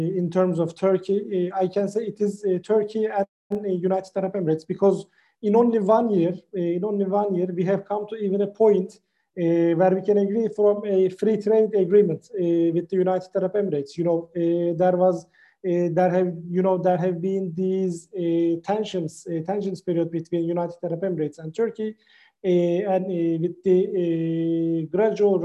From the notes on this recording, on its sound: This public talk was conducted online via Zoom.